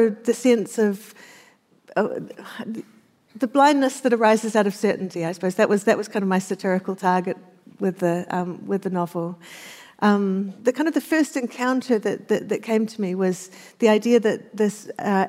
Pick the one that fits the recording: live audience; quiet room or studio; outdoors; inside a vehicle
live audience